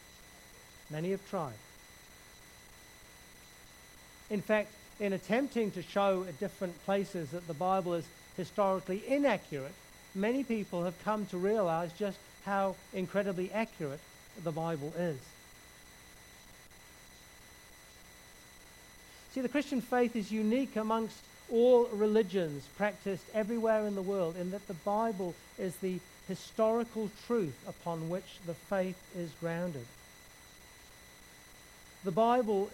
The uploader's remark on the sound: background hiss throughout recording